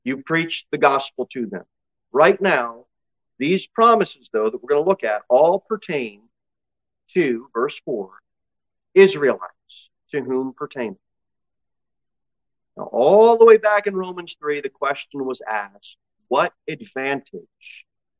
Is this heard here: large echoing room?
yes